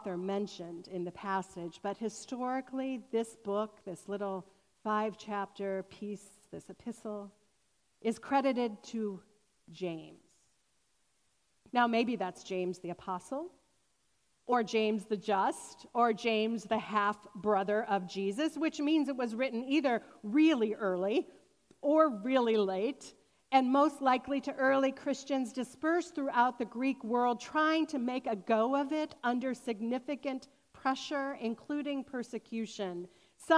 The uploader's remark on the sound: This sermon was recorded on August 29, 2021 at Fairmount Presbyterian Church in Cleveland Heights, Ohio.